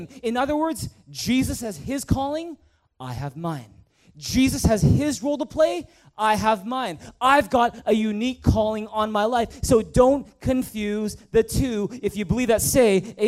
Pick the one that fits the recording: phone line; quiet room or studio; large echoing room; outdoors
large echoing room